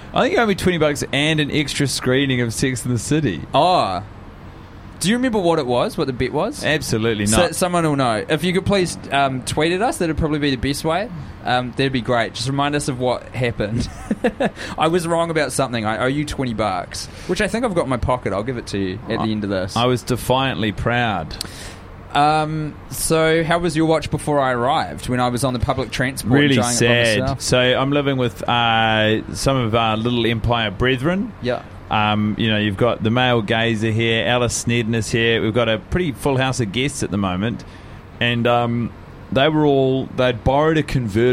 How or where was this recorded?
outdoors